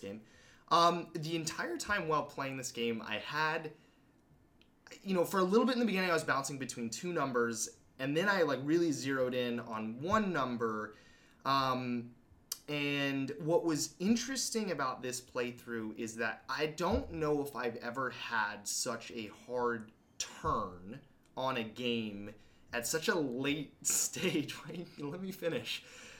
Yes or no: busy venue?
no